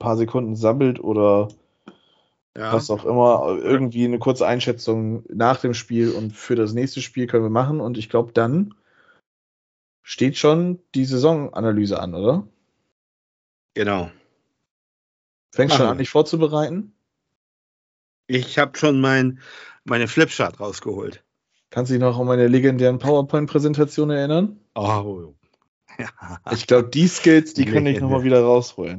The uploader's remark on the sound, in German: Aufgezeichnet am 16.05.2022 via Skype.